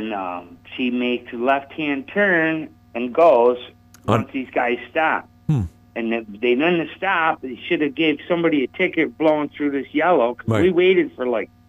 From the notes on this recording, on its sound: Called. Other callers chimed.